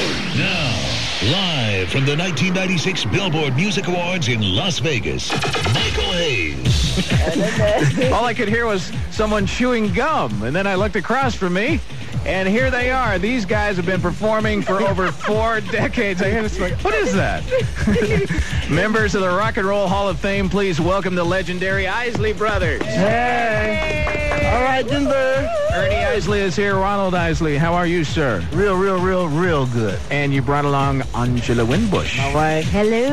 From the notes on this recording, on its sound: During this aircheck, KJMN was broadcasting live from the Billboard Music Awards, which was taking place in Las Vegas that year.